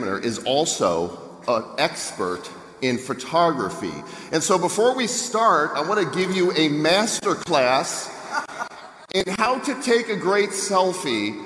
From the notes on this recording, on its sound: Gave the closing keynote at the annual Social Media Marketing World event in San Diego. We have the entire audio of this keynote to share.